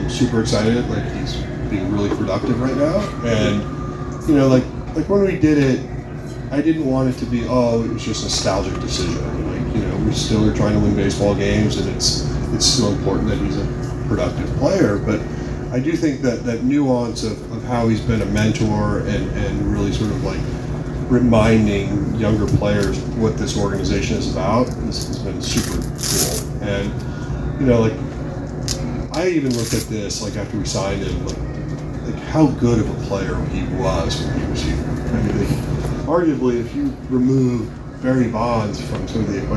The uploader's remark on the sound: I'm releasing the audio from Cardinals Blogger Day at Busch Stadium. Sorry about the audio quality; the recording was done with my phone.